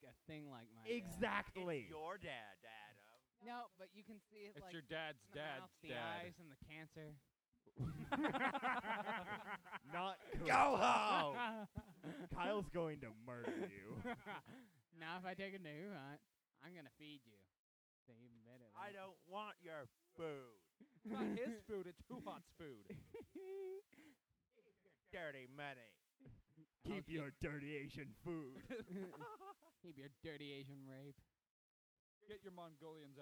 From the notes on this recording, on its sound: GREAT CONTENT WISE, TERRIBLE AUDIO WISE!